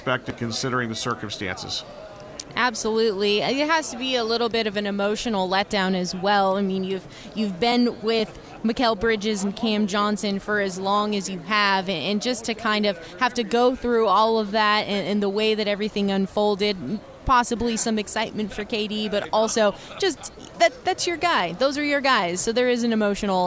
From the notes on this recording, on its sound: Extra Point live from Super Bowl Radio Row.